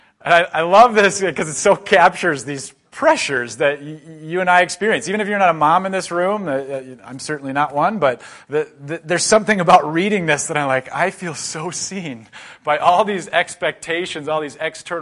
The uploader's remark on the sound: A breakout talk from the Mockingbird Conference in Minneapolis MN.